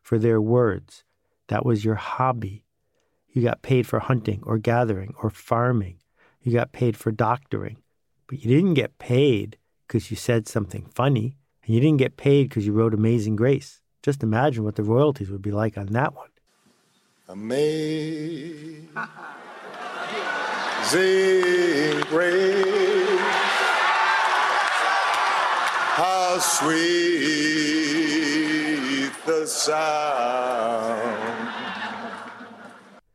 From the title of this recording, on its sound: Live at the United Nations